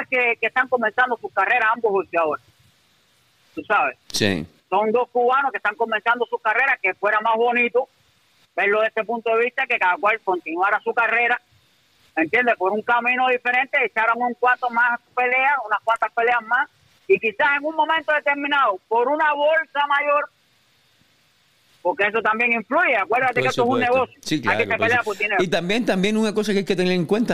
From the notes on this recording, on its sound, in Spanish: estaba escuchando el programa en vivo y llamo